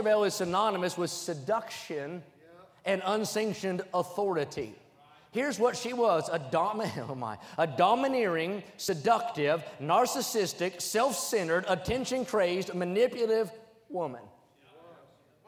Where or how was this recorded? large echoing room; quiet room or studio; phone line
large echoing room